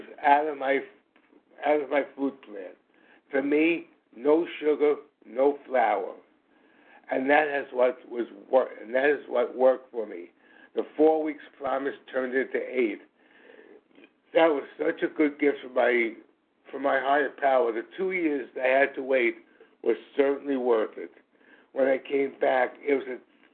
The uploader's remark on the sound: from the 100 Pounders Phone Meeting